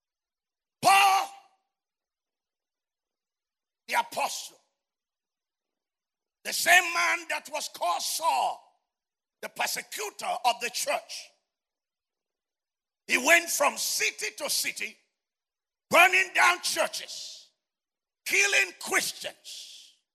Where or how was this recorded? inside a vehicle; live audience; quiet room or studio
live audience